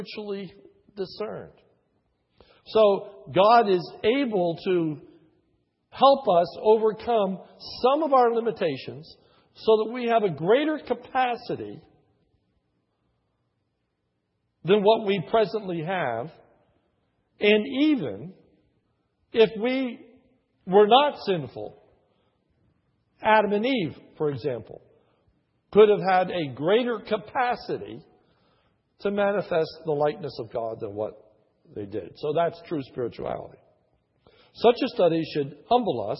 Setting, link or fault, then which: setting, large echoing room